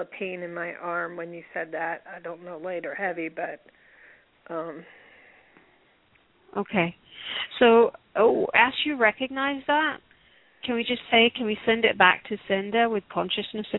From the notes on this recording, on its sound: Takes your calls for healing live today!